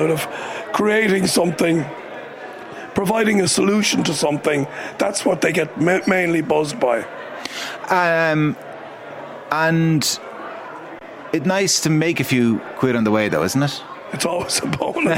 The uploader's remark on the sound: The Hard Shoulder was LIVE from the EY Entrepreneur Of The Year Awards in Powerscourt.